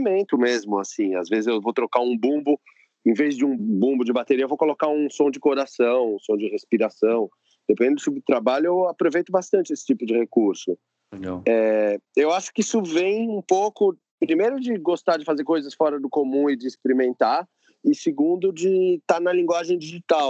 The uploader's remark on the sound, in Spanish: Entrevista realizada por Skype